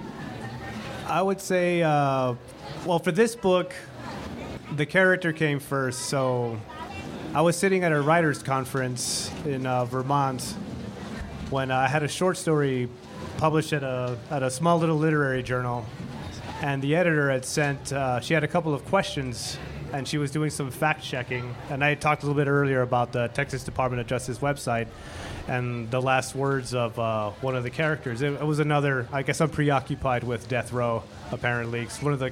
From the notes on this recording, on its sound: 30 Minutes features a session from the 2019 Festival of Books curated by Pima County Public Library’s Nuestras Raices program.